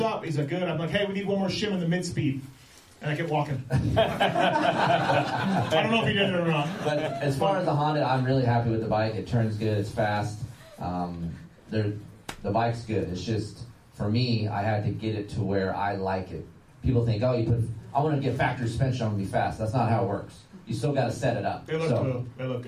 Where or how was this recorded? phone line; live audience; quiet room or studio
live audience